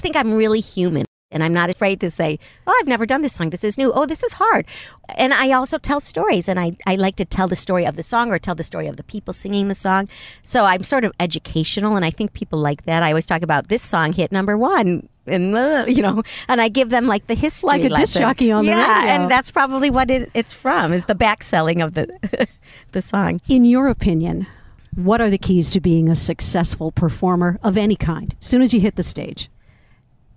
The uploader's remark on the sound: At the last minute, the studio we were supposed to record in became unavailable, so we punted and ended up driving to a hotel parking lot, right beside “the 10” which is California’s mega highway. As I set up my microphones and recording equipment. LIVE from the front seat.